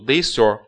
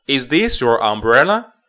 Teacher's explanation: Is this 跟 your 要连读 This 跟 your 读 This your.